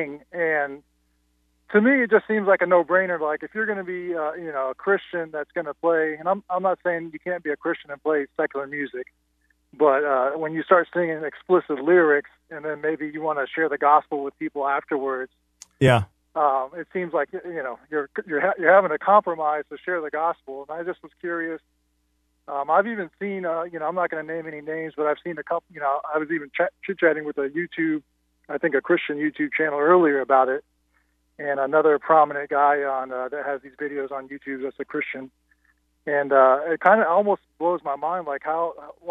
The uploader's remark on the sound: Opens the Phones